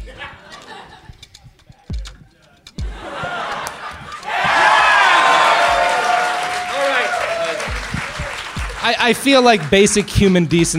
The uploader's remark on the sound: Joined live for SF Sketchfest.